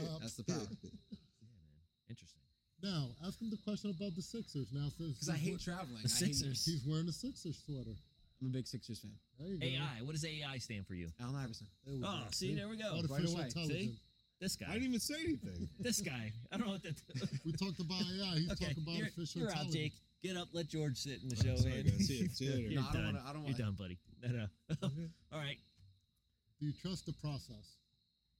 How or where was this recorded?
outdoors